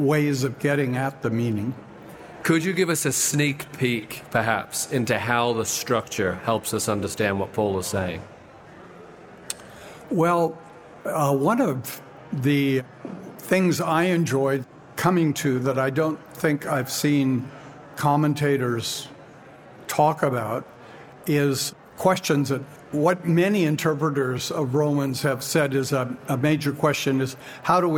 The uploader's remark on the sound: Recorded at our 2023 Ontario Conference